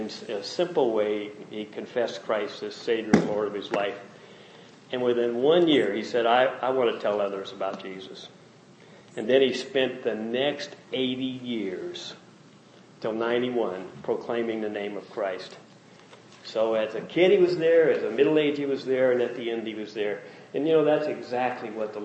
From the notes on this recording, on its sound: Message preached during first Family Day service.